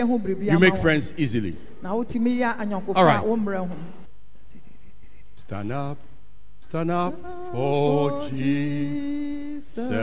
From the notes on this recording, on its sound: Sermon preached at CBC Adabraka/Shiashie Campuses